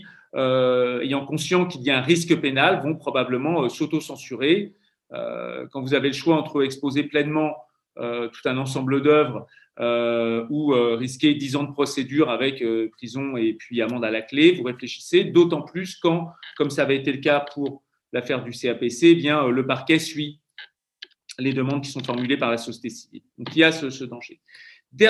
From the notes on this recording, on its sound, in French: Enregistré sur Zoom le 4 février 2021